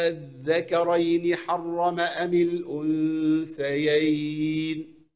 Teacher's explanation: الإبدال يعني إيه؟ إن أنا أبدل الهمزة الثانية بحرف مد ومده 6 حركات